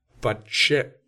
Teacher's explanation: And I may do a sort of, I guess, geminated, I might stop the T of but and keep it stopped, but then begin my explosion into the sh separately